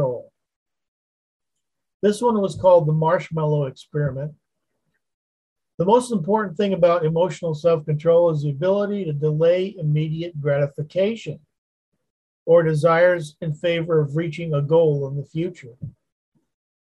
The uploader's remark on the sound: Wednesday Zoom study